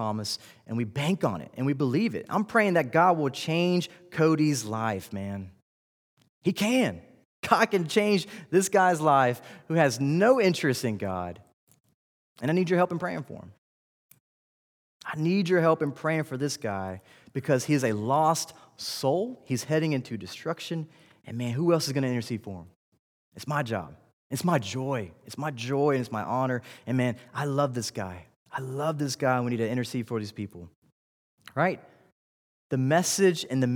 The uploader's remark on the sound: This series was delivered during the Wednesday evening General Study in Summer 2019 at Covenant Baptist Church, Valdosta, Georgia.